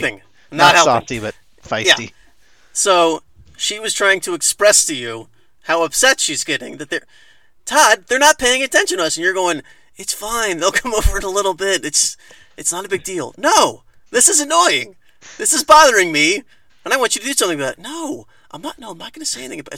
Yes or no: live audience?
no